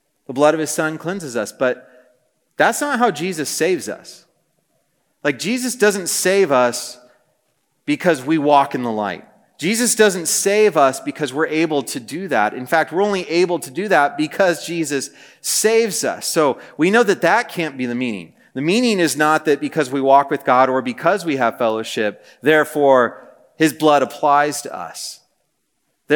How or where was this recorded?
live audience